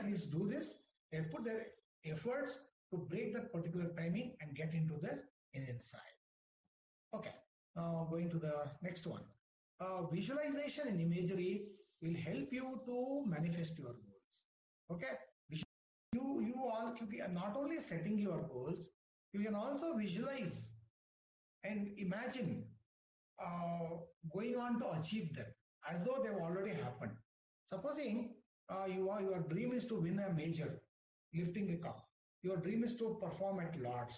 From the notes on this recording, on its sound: WEBINAR AUDIO RECORDING.